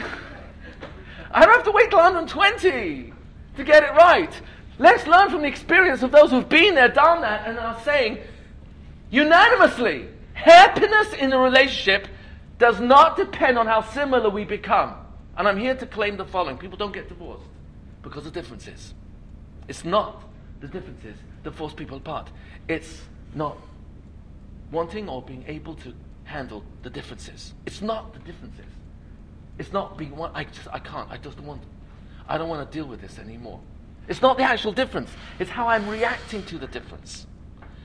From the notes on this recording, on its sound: This lecture was given as part of the Yeshiva Torat Shraga Yom Iyun. The event was held at Yavneh Academy in NJ.